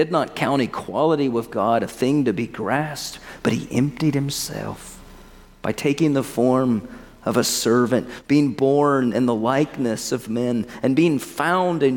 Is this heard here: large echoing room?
yes